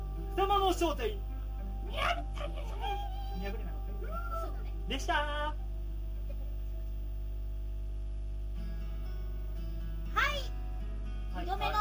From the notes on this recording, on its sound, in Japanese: ノイズやらなんやら、クオリティが1回目より落ちてます